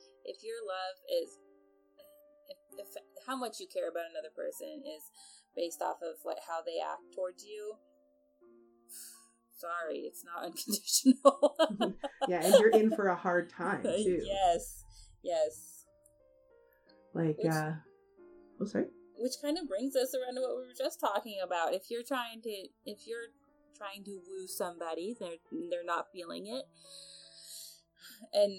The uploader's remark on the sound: This episode was edited with no experience, and may be reflected in the audio quality.